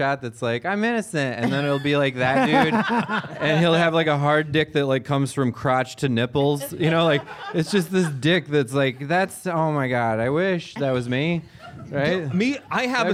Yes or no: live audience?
yes